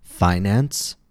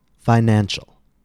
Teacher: Finance, stress on the first syllable. Financial, stress on the second syllable.